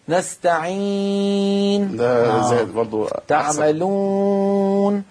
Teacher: فأشرب الواو غنة وأشرب الياء غنة، فهذا الصوت عليه أن يتخلص منه.